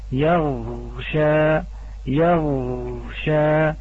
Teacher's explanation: حرف الغين من يبالغ في سكونه فيجاوز صوت الغين إلى صوت الخاء فيه، وخاصة إذا أتى بعدها حرف الشين، يقول القارئ مثلا يغشى يغشى لدرجة وصول نهاية الحرف إلى حرف الخاء، فهذا أيضا من التفريط.